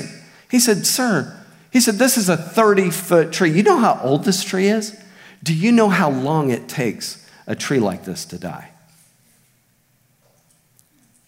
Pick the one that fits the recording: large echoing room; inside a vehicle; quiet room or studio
large echoing room